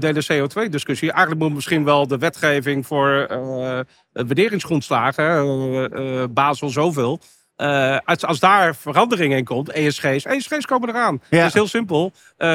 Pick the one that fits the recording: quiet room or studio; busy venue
busy venue